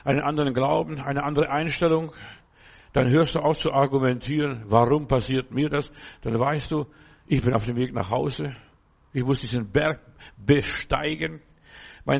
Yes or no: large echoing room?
yes